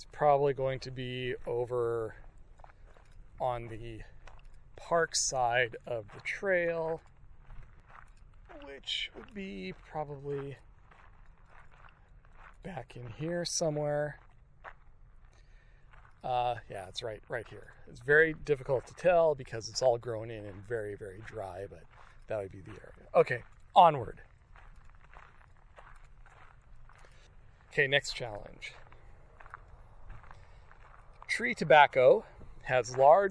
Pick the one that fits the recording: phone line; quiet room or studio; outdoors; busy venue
outdoors